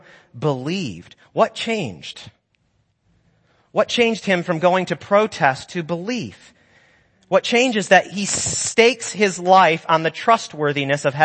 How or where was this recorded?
large echoing room